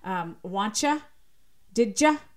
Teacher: So when we see higher rates of certain things like contractions or palatalization, which is when you say things like wantcha, didja, that's called palatalization because it's simply two sounds coming together because of how they're articulated in the mouth that get palatalized, meaning the tongue moves more towards the palate